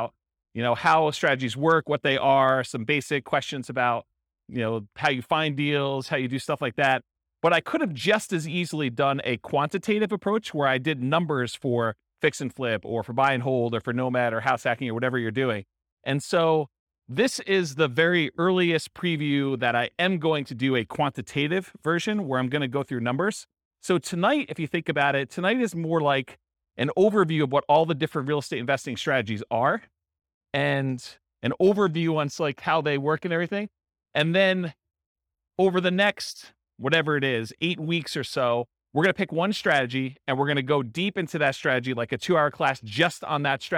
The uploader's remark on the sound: This was a live class recorded to give investors a solid qualitative overview of all the different real estate investing strategies. Madison, Wisconsin.